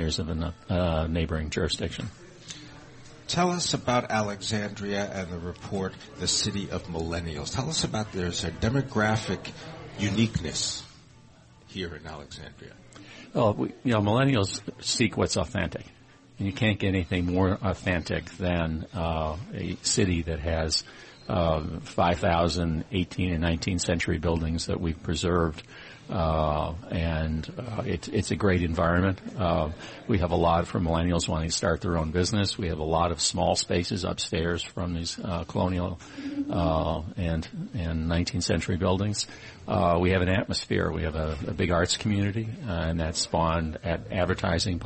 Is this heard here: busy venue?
yes